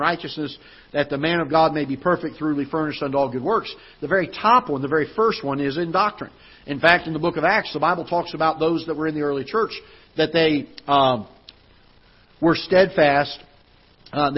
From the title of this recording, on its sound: Ketha Heights Baptist Church ~ Live Broadcast